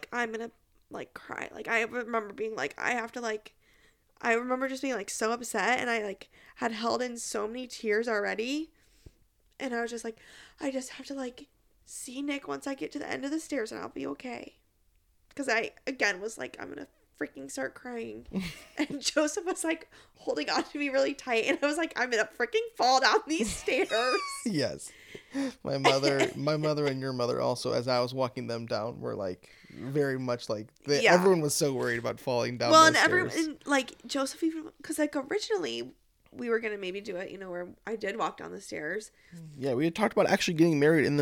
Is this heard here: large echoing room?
no